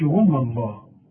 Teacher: وما الله هو لفظ الجلالة مفخم لكن الواو والميم لابد انك ترققهم